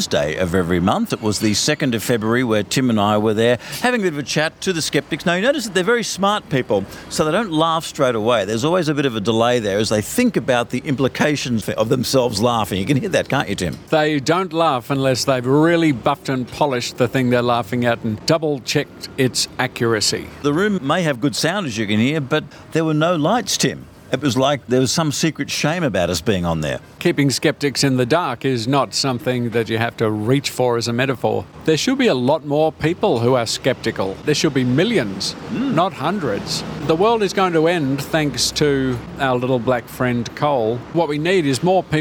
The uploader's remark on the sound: live hang out at Sydney Skeptics In The Pub